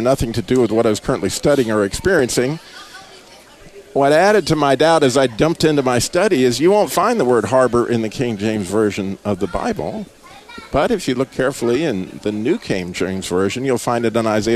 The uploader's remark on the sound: live from the Middle Eastern Christian Festival in Kernersville, NC.